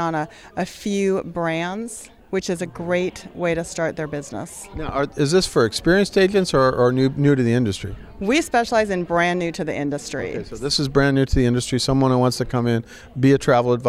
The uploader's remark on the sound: At the CoNexion conference last month.